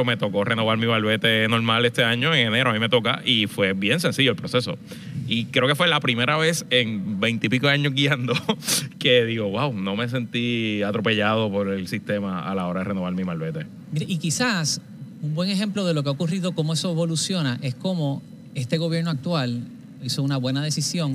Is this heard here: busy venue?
yes